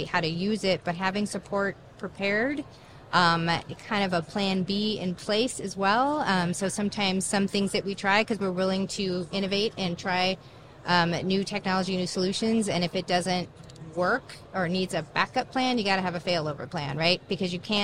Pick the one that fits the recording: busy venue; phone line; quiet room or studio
busy venue